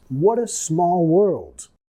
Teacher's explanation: vincular con la R suave de español